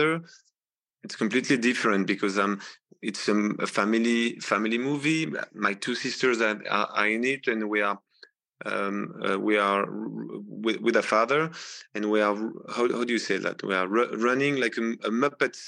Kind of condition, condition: link, video call